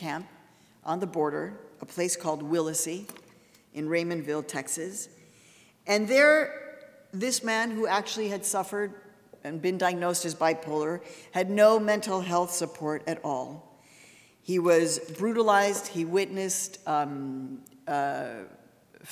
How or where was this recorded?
large echoing room